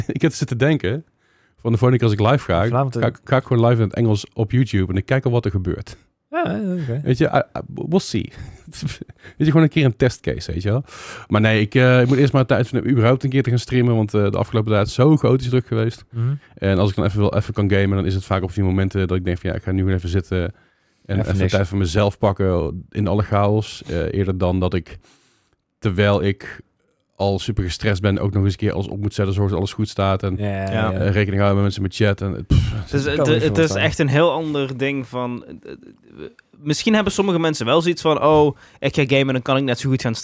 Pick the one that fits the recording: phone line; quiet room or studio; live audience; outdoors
quiet room or studio